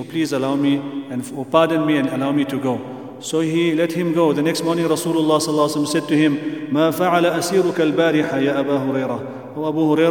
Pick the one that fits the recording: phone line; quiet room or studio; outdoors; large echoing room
large echoing room